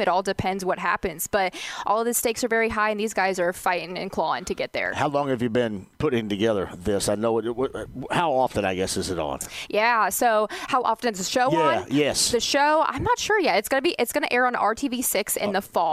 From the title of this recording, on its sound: Live From Grand Park